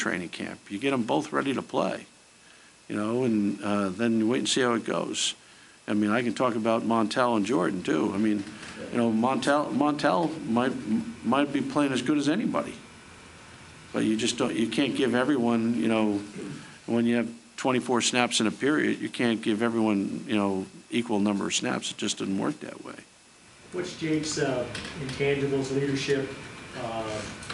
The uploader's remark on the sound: Press Conferences & Post-Game Interviews